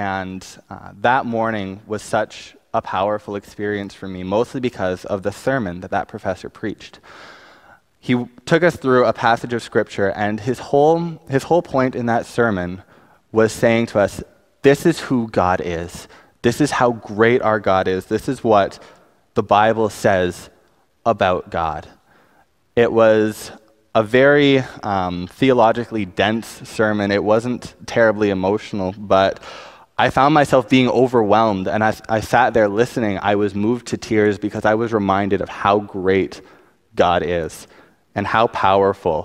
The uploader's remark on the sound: Preached on May 5, 2019 at West Highland Baptist Church